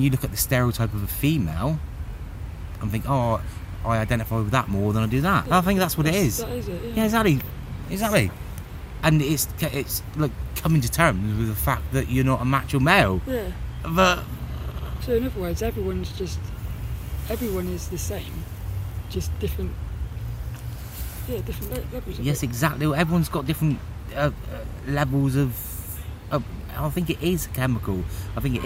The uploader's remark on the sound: I recorded this one down the park